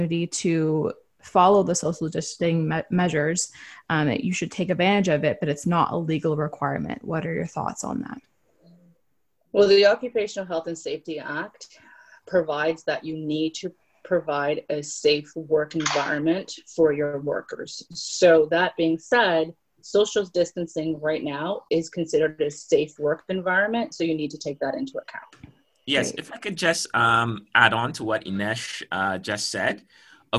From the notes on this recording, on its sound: we share a live webinar we hosted